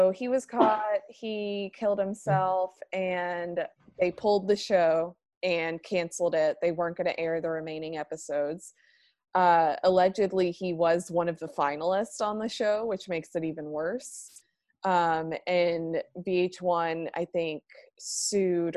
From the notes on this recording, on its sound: record online